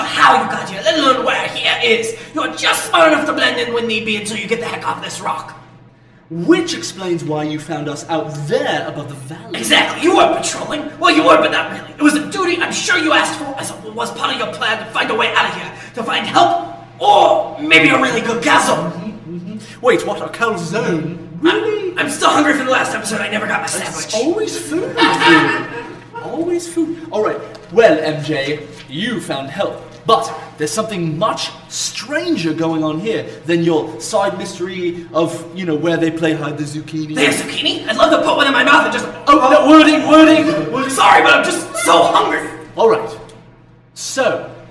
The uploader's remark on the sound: Originally Recorded Live at Packrat Comics.